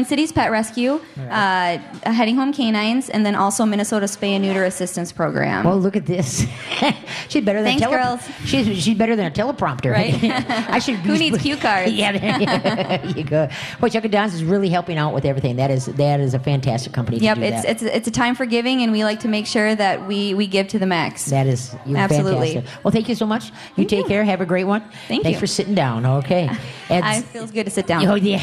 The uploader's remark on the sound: We are LIVE from the New Chuck and Don's